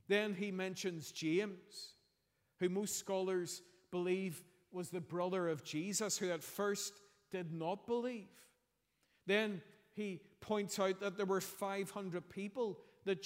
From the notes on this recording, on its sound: preached at our Easter Sunday evening service